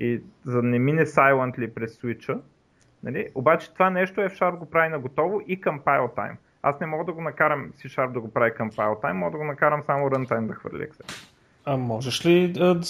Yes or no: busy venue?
no